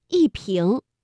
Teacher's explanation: 在二声面前读四声